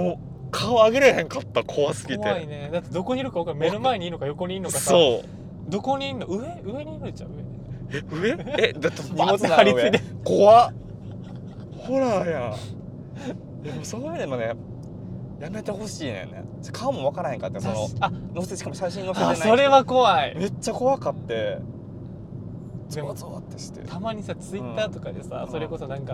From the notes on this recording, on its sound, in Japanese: 今回はドライブしながら収録しました!!車内の会話を盗み聞きする感覚で聴いてみてください。